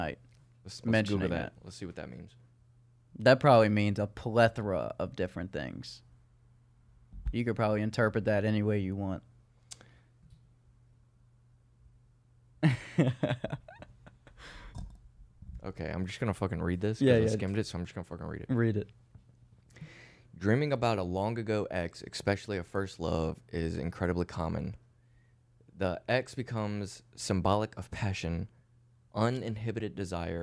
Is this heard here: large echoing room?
no